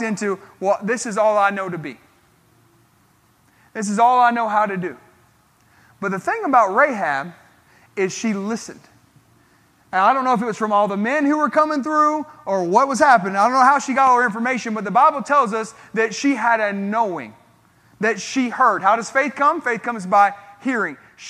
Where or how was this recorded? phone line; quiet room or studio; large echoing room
large echoing room